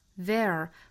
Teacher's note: 看到单词里面还有字母 R,美音一定要卷舌